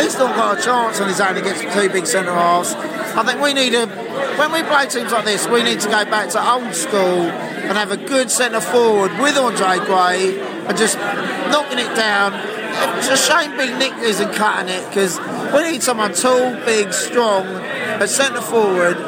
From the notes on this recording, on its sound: We chat to brentford and brighton fans in the pub after the match.